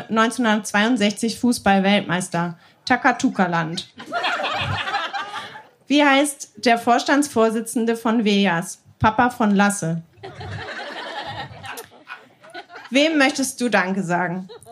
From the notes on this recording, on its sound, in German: Von der „texte von gestern“-Liveshow am 22.07.2021 im Kulturhaus Insel der Jugend, Berlin. Heißen Dank an das Kulturhaus Insel, unser tolles Publikum.